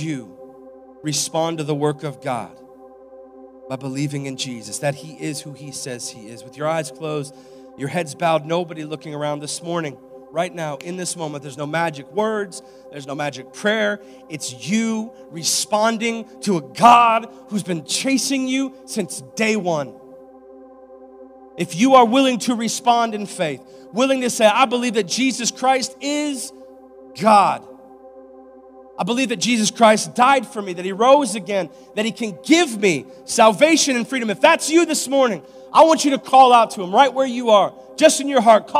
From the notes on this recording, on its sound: live from Covenant Church